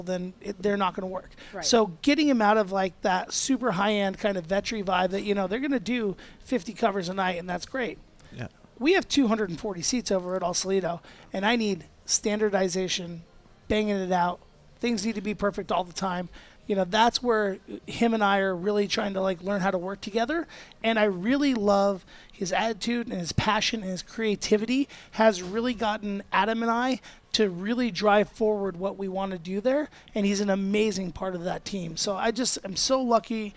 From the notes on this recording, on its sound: Live (on tape (well, on digits)) from Ada's Food and Wine